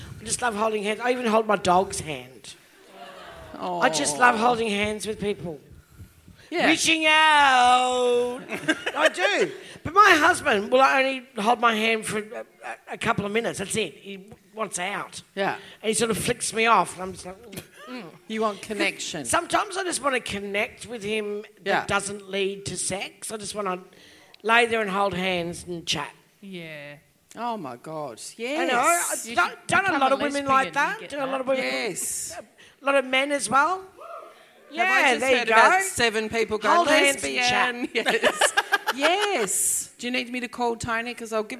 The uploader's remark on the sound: LIVE at the Brunswick Ballroom. LIVE RECORDING.